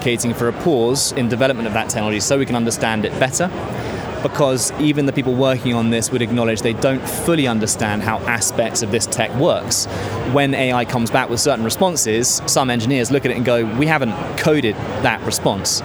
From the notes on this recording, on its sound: The second of three episodes recorded at Money20/20 Europe 2023, that took place in Amsterdam in June. We recorded a series of interviews with a number of the speakers from the conference.